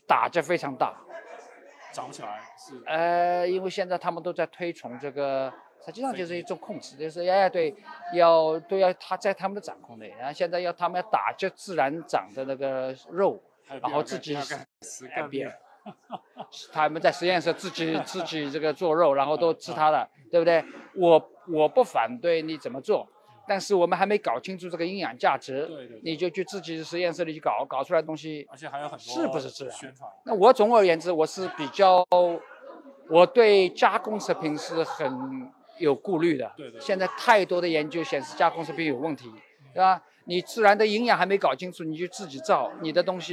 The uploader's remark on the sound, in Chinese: 低碳医学与技术产业协会筹备会现场采访